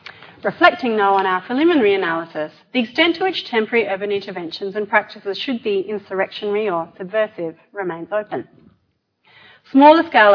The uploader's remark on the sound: A Festival of Urbanism event for Sydney Ideas held on 8 August 2017